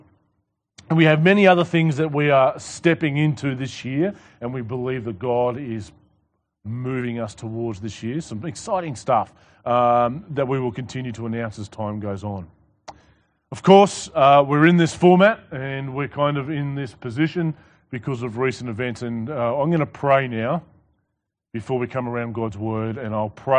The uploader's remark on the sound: This sermon was preached to the Rock Christian Church